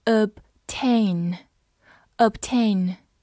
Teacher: 字母 O 因为是在弱读的位置上，所以发短音 A。后面的 A I 字母组合发 A 这个双元音